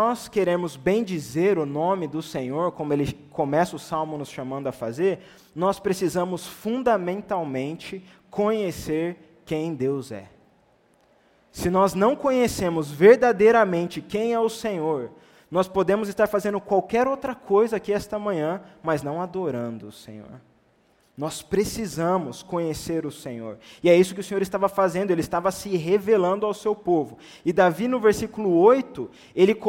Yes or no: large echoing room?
yes